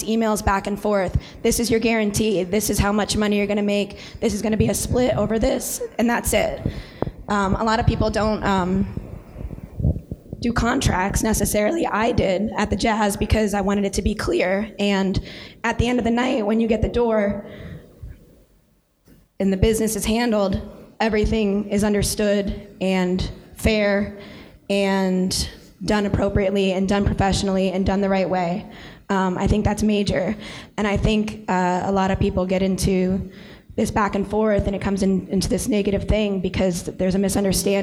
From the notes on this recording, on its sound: recorded at the 2016 Electric City Music Conference on Saturday, Sept.